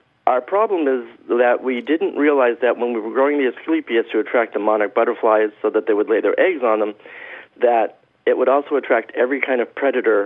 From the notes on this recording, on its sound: your Fabulous phone calls!